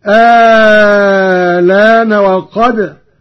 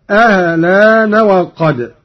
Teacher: قرأ قالون بإبدال الهمزة الثانية مع المد الطويل، وهذا الوجه هو المقدم في الأداء وله تسهيلها مع القصر مع نقل اللام